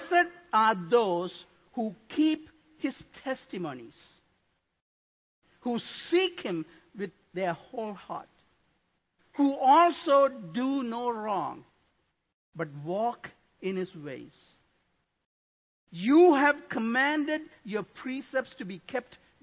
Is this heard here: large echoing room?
yes